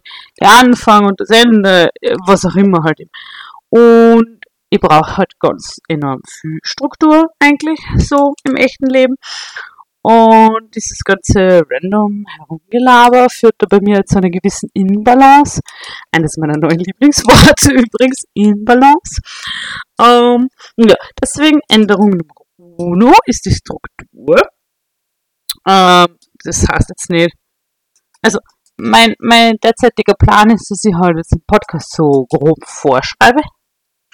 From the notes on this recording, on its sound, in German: S2 startet in gewohnt fragwürdiger Audioqualität, aber mit ganz viel Liebe und Leidenschaft!